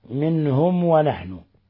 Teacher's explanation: جاء عندنا ميم ساكنة قبل الواو، منهم ونحن، الحكم التجويدي إظهار شفوي، بل هو من أشد حالات الإظهار الشفوي. إذا وقعت الواو أو الفاء بعد الميم الساكنة يبالغ في إظهارها، واحذر لدى واو وفاء أن تختفي.